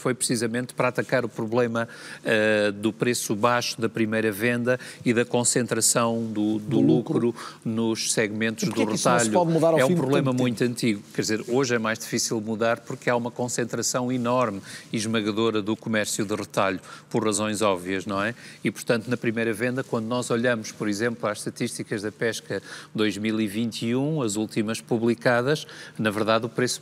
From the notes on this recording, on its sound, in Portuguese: no palco do debate, nos novos armazéns de aprestos de Vila Do Conde